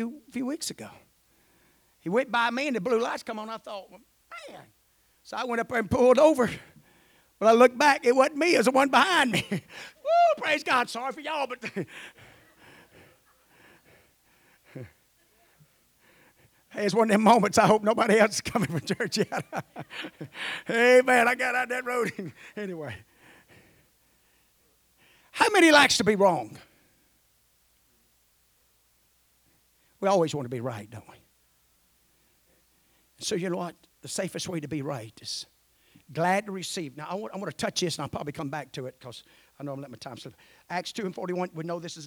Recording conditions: large echoing room